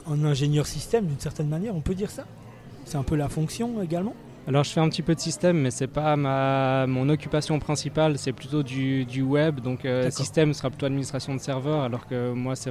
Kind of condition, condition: setting, outdoors